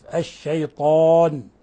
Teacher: وبما أن الحرف الذي قبلها حرف إطباق وحرف استعلاء فلا بد من تفخيم الألف